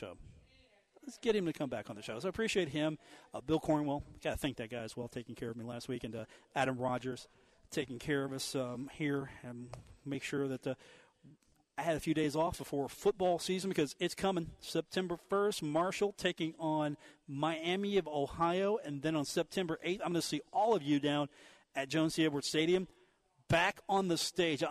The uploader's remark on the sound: coming to you live from the Union Pub & Grill.